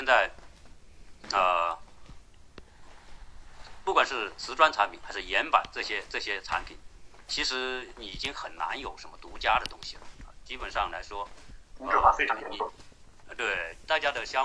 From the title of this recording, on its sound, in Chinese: 转录内容音质差